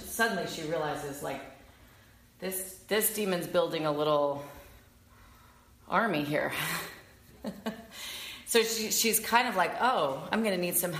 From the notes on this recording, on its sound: This class was recorded at Ananda Ashram in Monroe NY.